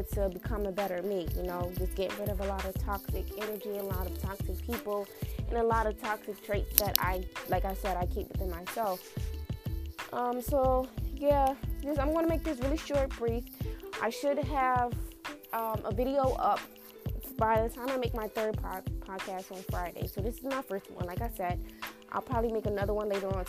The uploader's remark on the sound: Sorry about the static